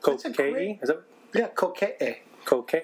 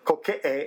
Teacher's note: Hawaiians have that guttural stop.